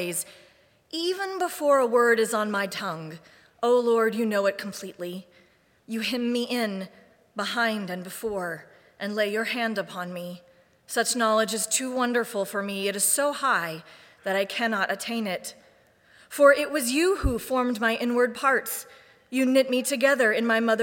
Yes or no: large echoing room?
yes